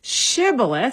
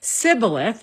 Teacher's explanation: And the reason the word shibboleth, which meant stream or river in Hebrew or Aramaic, whichever language that was represented in that case, was actually the difference in the pronunciation of the sh versus s sound. So the Gileadites had a sh sound in their dialect, but the Ephraimites only had a s sound